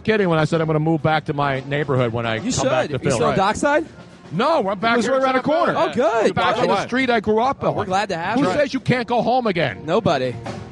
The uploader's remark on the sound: LIVE from #DNC SPhilly After Party